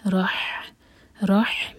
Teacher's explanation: ہا حلق سے، اس کو ہا نہیں پڑھ سکتے، سینے سے نہیں آئے گا یہ، حلق سے